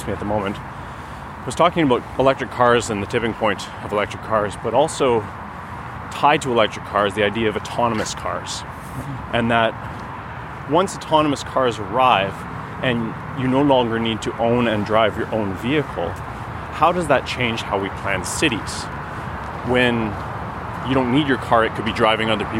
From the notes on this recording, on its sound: This conversation was recorded on May 2, 2021, on a long walk. Home in Ottawa along bike paths and into the Ottawa Arboretum.